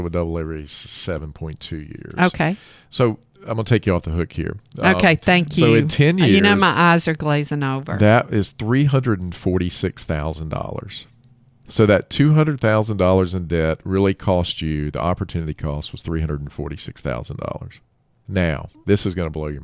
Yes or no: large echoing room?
no